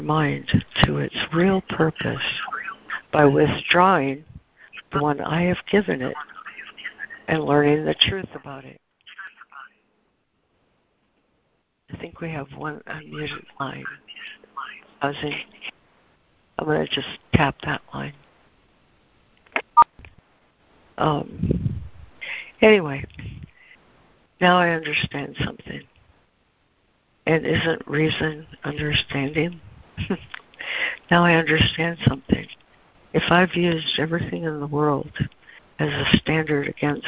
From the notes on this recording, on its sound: ACIM Daily Conference Call